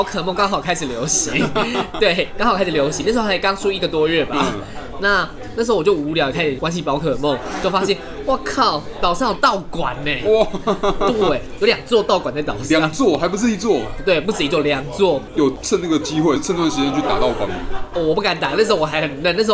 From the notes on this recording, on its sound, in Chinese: 本集白噪音指數：柔風級 3/5。錄音地點： 九州鬆餅 Cafe - 台北富錦店。